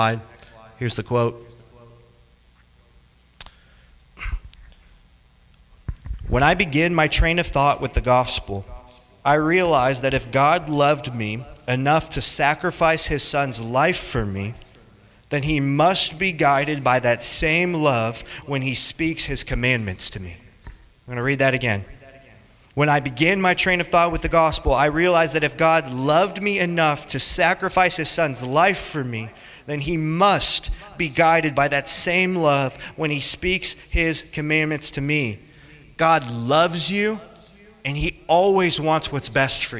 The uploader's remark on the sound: Teaches a group of college students about three realities concerning the Lordship of Christ. This sermon was preached on June 19th, 2023 in Orlando, Florida.